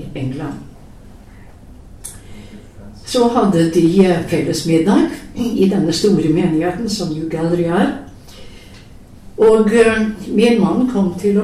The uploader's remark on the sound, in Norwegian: Lydopptak av gudstjenesten 16. august